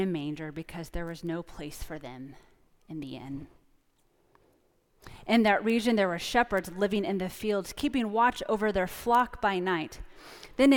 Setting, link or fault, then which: setting, large echoing room